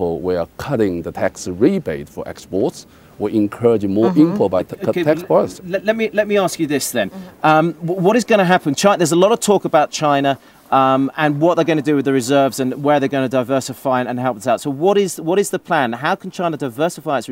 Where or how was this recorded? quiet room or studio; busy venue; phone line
busy venue